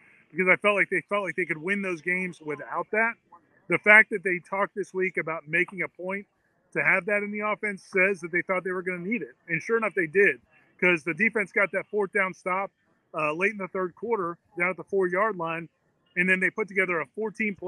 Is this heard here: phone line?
yes